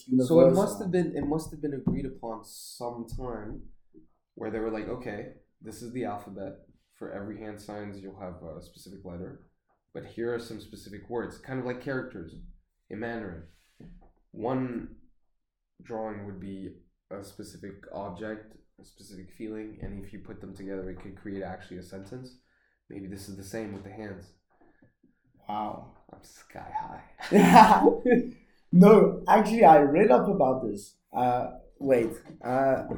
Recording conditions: poor microphone